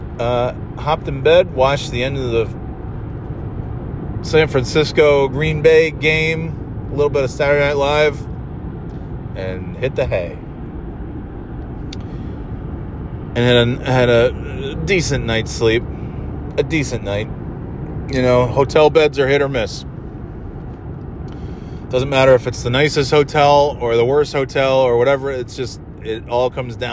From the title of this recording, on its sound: Driving Home From NY (and NOT in snow)